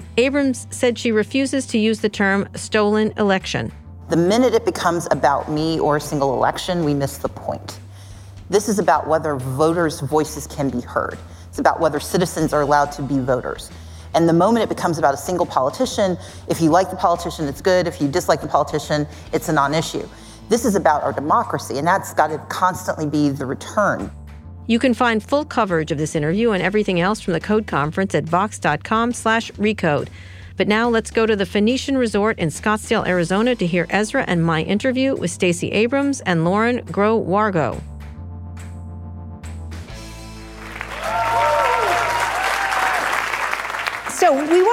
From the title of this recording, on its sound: Live at Code 2019